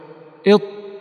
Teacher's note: يمكنك تجريب هذا بسهولة عند السكون، إذ فيه جري للصوت والنفس فهذا رخو، إش فيه جري للنفس فهذا رخو، إط فيه انقطاع وحبس للنفس فهذا شديد